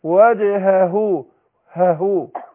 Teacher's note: الهاء حرف خفاء فأنا أحققه بالضغط على المخرج. أقول إيه وجهه هاهو كده.